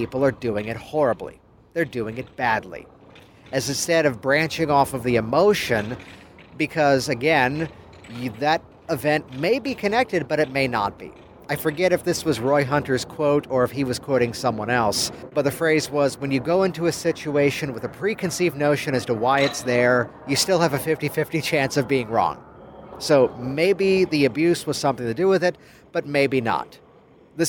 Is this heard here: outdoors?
yes